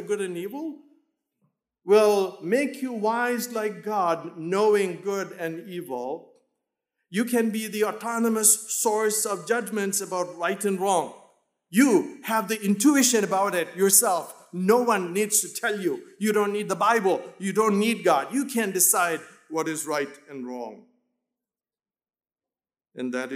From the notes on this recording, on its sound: In Emmaus chapel.